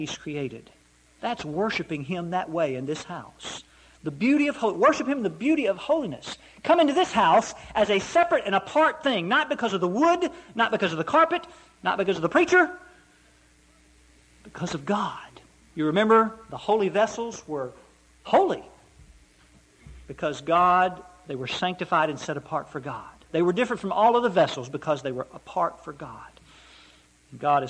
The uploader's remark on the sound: Preached at Eureka PBC.